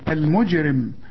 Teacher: قلقل الجيم ما دام عليها السكون